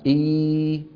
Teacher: فيكون بارتفاع وسط اللسان إي · Term: الياء